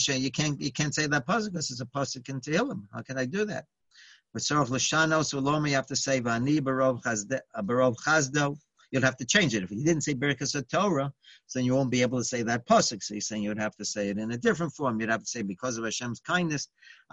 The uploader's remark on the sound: Live On Zoom